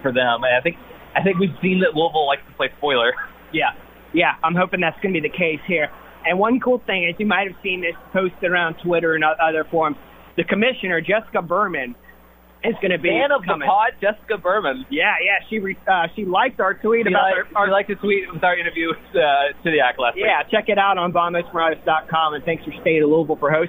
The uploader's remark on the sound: live from The Soccer Ball